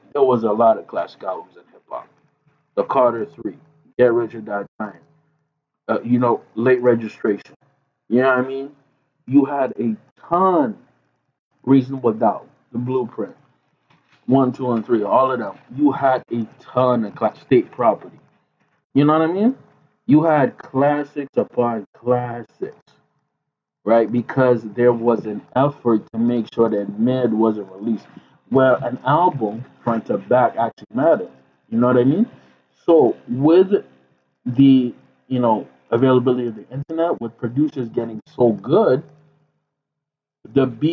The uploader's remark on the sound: Apologies for the trash audio, we had a mic issue.